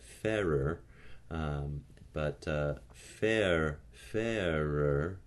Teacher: consonant R put on the second syllable, but still a coda to the diphthong, fairer. Or if I put a bunch of roticity on the first diphthong, fairer.